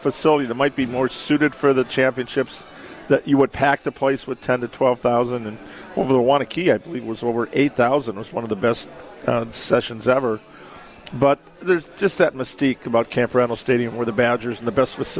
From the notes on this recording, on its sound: broadcast live from Pasquals in Verona